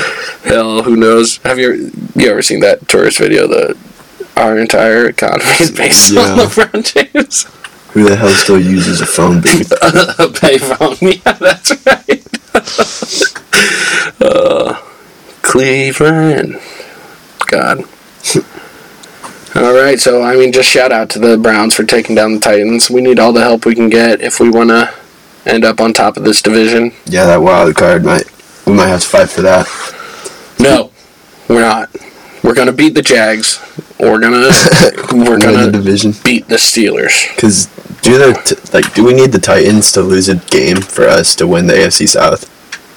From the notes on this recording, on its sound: Sorry for the minor hum.